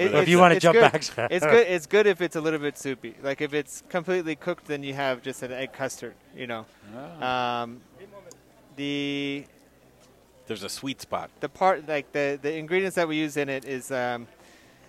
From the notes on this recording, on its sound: Cooking live outside! Fall Dinner Series from Logan Street Denver! We're live from Logan Street Restaurant with our Fall Dinner Series to highlight the best in Colorado Food and Beverage!